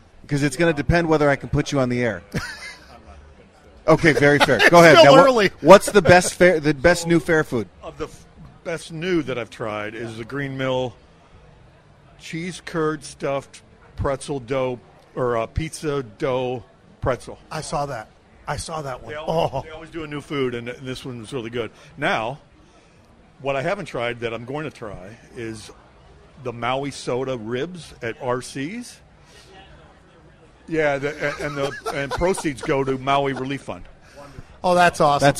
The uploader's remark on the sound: Audience participation from the Fair.